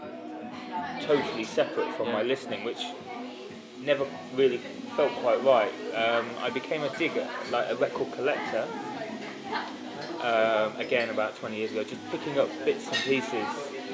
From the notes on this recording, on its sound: On a cold afternoon close to christmas we met. In a noisy little asian restaurant in London for tea and looong chats.